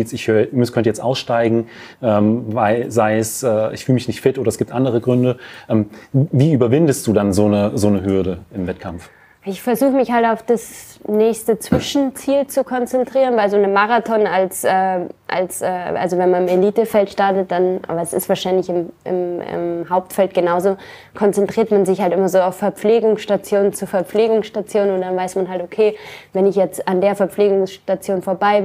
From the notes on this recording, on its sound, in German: Sprechen wir live aus dem Laufshop Leder in Frankfurt am Main. Das Livepublikum im Laufshop Leder in Frankfurt.